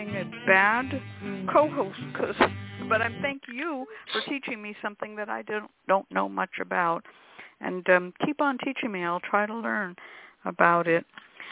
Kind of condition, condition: link, phone line